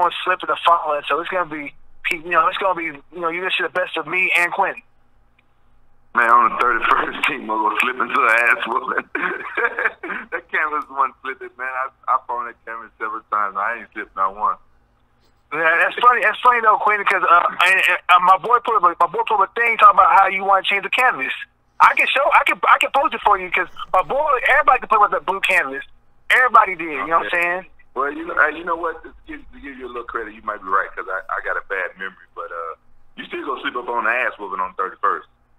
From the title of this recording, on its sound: Media Conference Call